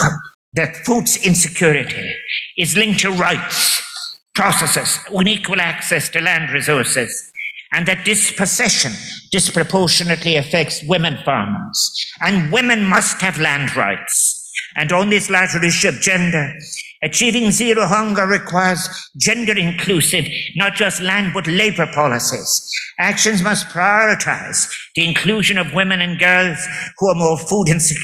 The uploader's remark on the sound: Keynote address at World Food Forum Closing Session